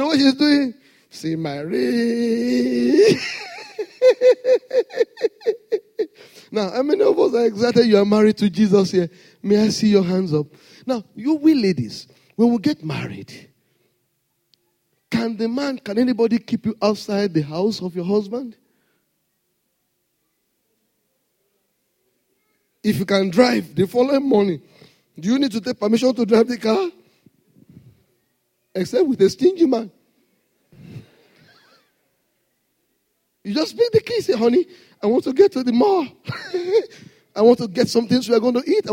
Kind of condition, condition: setting, large echoing room